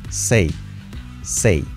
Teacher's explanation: se pronuncia say con E. E-I.